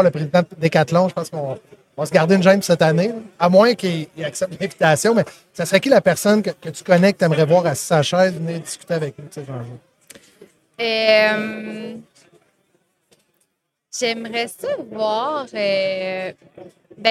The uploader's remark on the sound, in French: En direct du Transal Saguenay